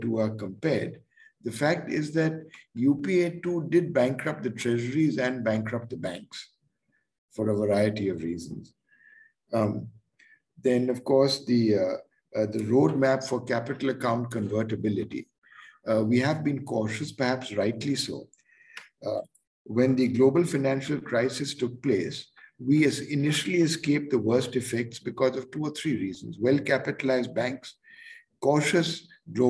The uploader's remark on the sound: Zoom and Facebook Live